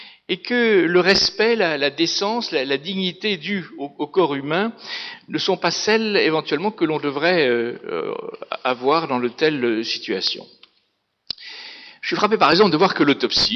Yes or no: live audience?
yes